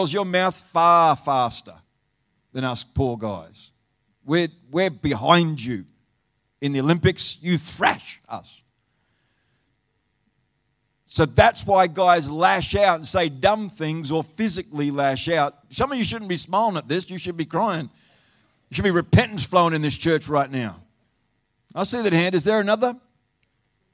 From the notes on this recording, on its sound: Live Stream of Destiny Church Atherton!